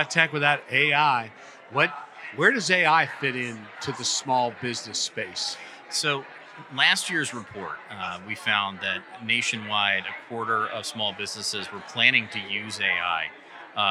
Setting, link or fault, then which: setting, busy venue